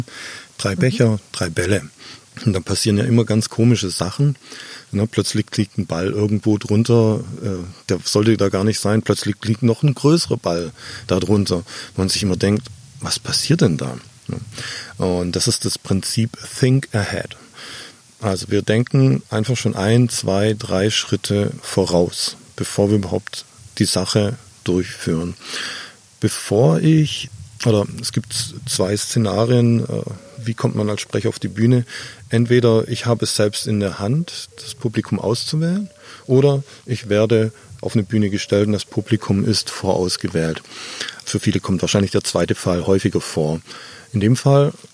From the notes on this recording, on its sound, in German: Draußen im schönen Garten irgendwo in Brandenburg